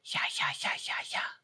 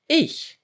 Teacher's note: you say ye, but you just push out the air with more force, as if you wanted to be louder